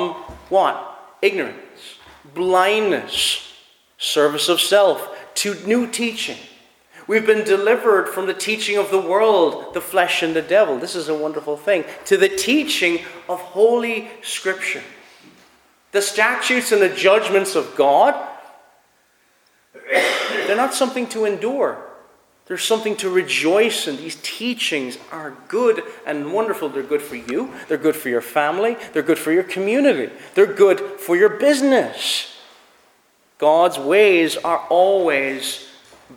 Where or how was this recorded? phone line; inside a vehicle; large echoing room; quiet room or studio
large echoing room